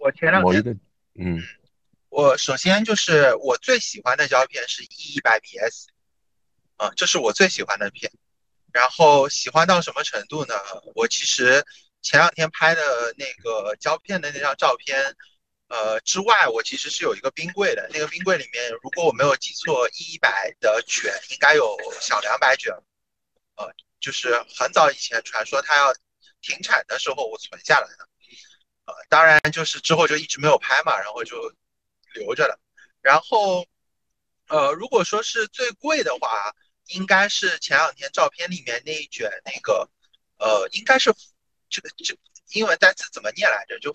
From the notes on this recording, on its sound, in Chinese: 本期为螺旋下降初期探索性质的一集节目，当时主播对于如何录制、制作、剪辑播客都是一窍不通，故标识为「全损音质」。